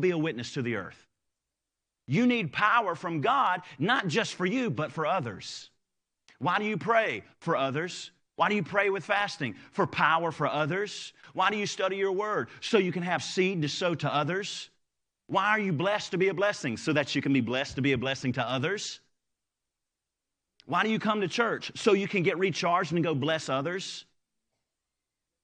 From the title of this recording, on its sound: Live Service